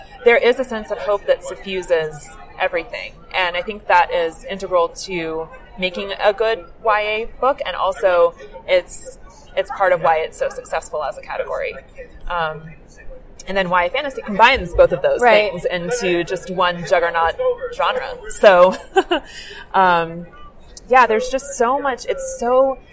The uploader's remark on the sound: Interview was recorded at the American Library Association Midwinter Conference